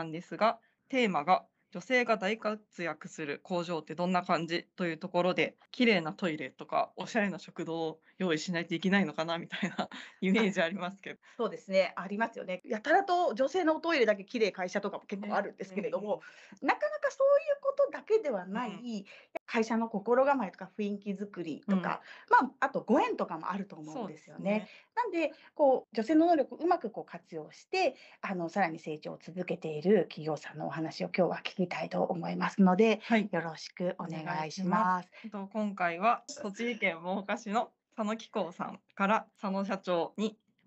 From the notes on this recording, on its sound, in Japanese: teamsを用いてのオンライン収録のため、音声が聞き取りにくい部分がございます。ご了承ください。